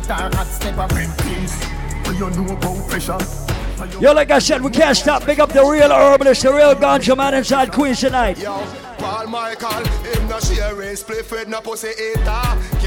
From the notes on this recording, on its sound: LIVE AT CLUB DUBAI IN QUEENS NYC ON JULY 31st